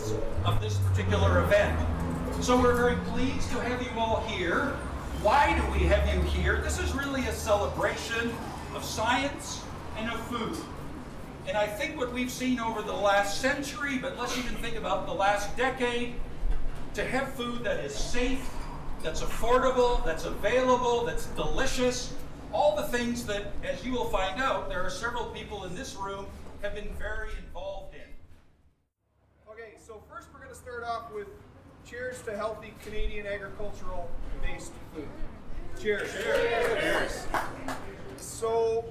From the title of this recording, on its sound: Bonus Live Interview Audio from TasteTECH